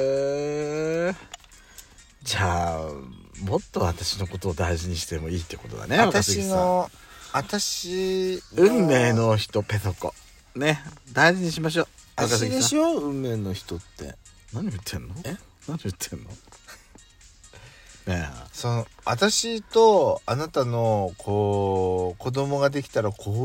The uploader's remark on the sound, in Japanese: From Radiotalk。パーキング収録。